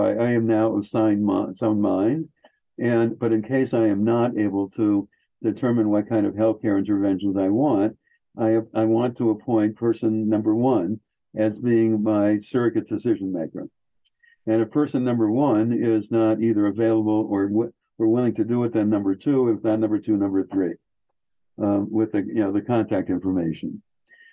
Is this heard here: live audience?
no